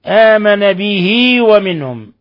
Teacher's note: صلة صغرى حيث وصلنا الكسرة وأشبعنا الكسرة فصارت ياء به، وذلك حالة الوصل لا حالة الوقف، لأننا إذا وقفنا عليها به.